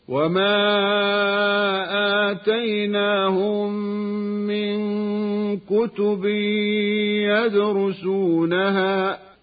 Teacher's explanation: إذن التعريف الصحيح لمد البدل هو أن يقع الهمز قبل المد مباشرة في كلمة. وحكم مد البدل لحفص أنه يمد بمقدار حركتين، أي بالقصر